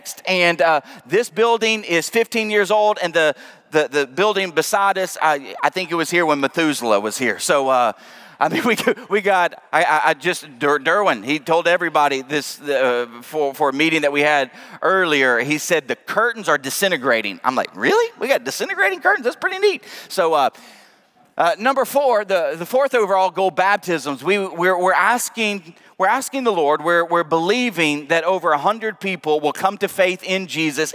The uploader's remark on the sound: Preached at the Night of Worship on February 19, 2023. Northland Church.